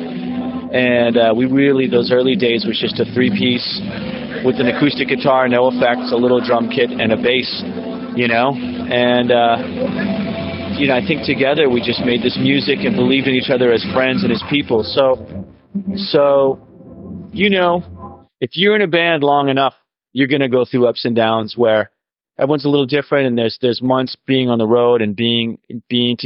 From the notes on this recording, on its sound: This interview was recorded backstage in Atlanta, Georgia at the famed Lakewood Amphitheatre.